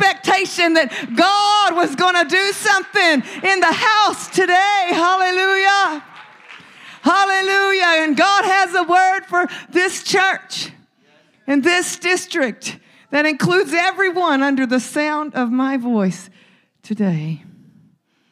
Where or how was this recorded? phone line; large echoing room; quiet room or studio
large echoing room